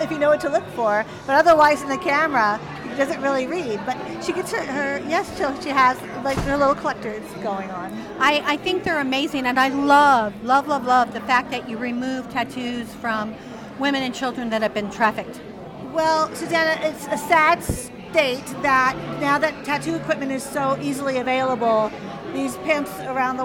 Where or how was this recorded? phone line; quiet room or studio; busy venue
busy venue